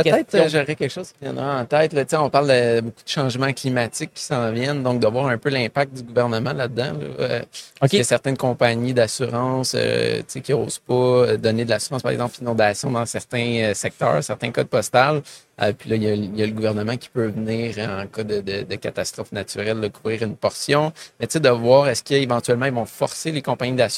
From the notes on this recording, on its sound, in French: En direct du Salon Industriel de Terrebonne.